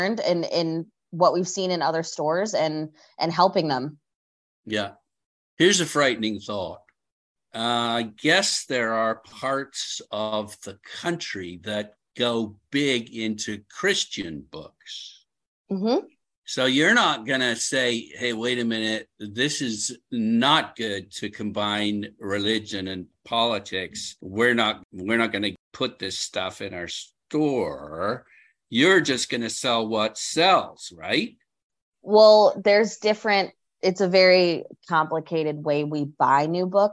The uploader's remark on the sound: We met via Zoom.